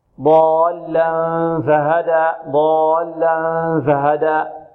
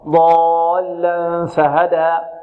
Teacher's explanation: الفاء هذه البعض يأتي بالهمس فيها ضعيف فيشربها شيء من الجهر · Shown in: first take